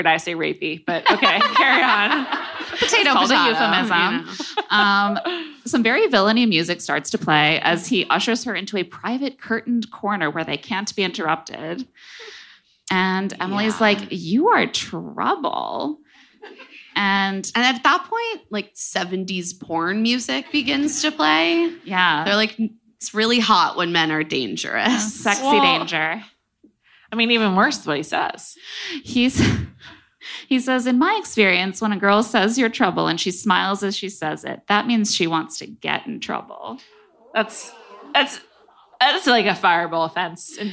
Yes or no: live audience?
yes